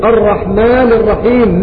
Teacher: هذه كلها تسمى مدود طبيعية لا تزيد عن حركتين ولا تنقص عن حركتين، المد الطبيعي.